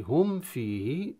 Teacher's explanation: نظهر الميم عند الفاء، هذا الإظهار يسمى إظهار شفوي